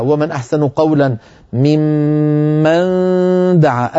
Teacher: أتت بصوت إخفاء النون عند الدال